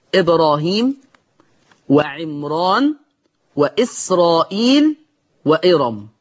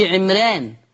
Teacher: في أربع أسماء في القرآن أعجمية يمتنع فيها الترقيق عند ورش · Shown in: first take · Term: التفخيم